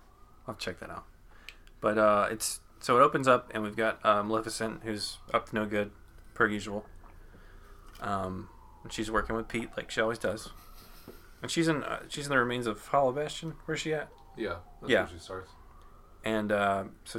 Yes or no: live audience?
no